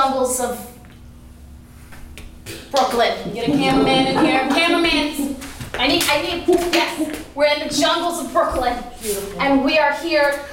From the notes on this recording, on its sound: Repeat the scene in various genres selected by the audience. Pity Applause performs live improv comedy every other Friday in NYC!